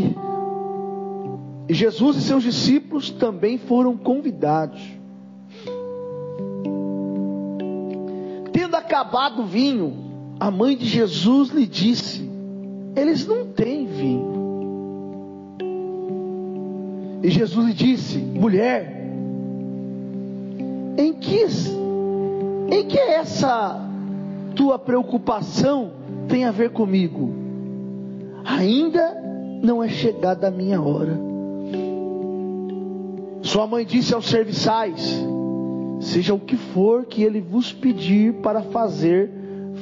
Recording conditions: large echoing room